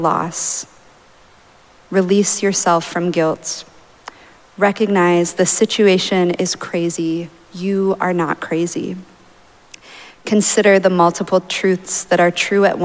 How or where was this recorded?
large echoing room